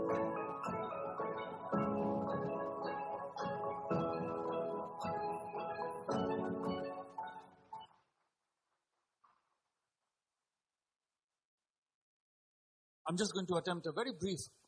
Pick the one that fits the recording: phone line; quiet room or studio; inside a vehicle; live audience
live audience